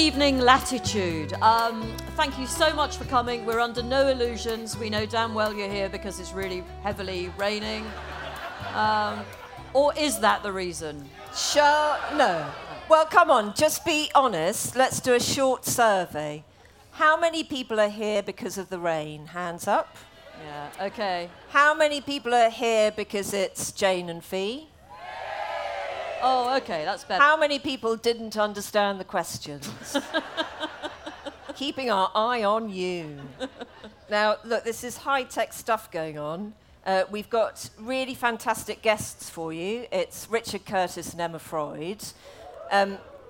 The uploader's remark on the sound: Live from Latitude Festival